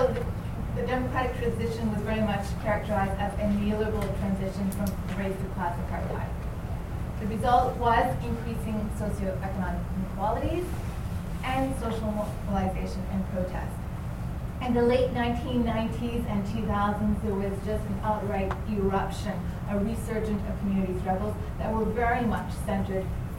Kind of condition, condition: setting, live audience